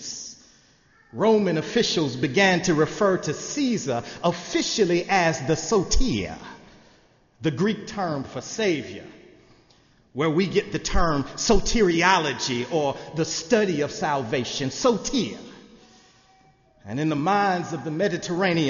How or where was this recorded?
large echoing room